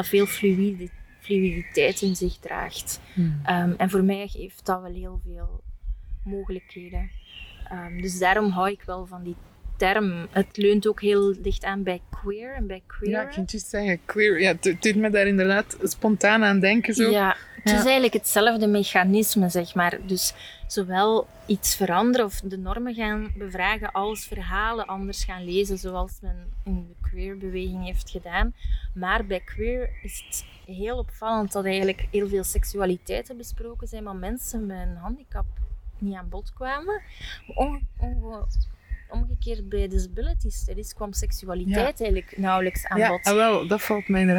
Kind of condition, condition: fault, wind noise